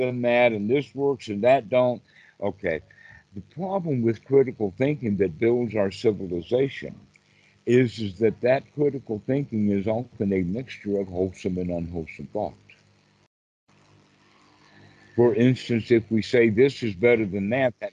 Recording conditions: video call